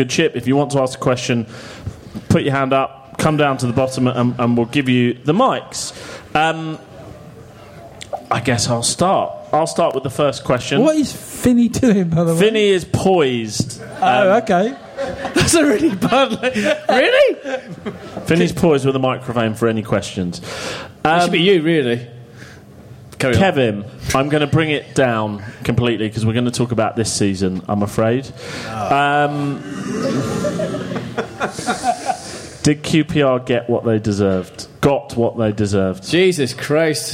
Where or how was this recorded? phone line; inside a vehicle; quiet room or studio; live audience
live audience